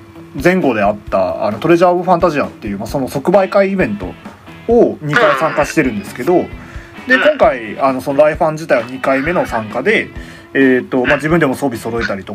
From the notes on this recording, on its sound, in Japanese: 録音機材：iPhone7